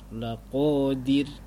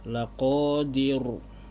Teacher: ra-nya sukun karena waqaf dan huruf sebelumnya kasrah. Jadi tipis · Shown in: first take